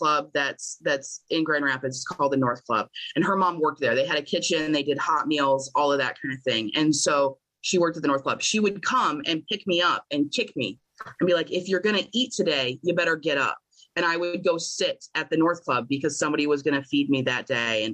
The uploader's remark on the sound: at the Magical Mystery Tour zoom meeting held in October of 2022.